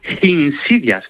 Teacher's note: él decía insidias, con una H aspirada al principio